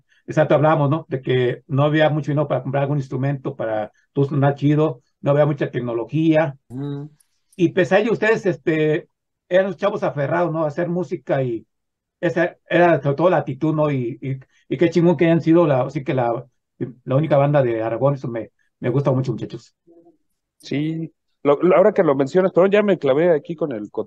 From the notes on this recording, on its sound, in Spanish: Charlamos vía zoom